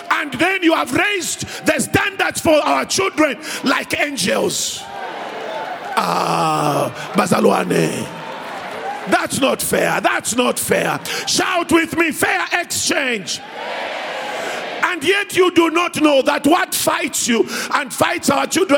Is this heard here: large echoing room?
yes